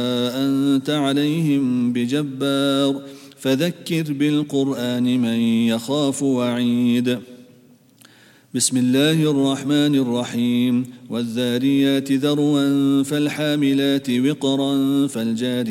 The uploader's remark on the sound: at the Houghton Masjid (West Street)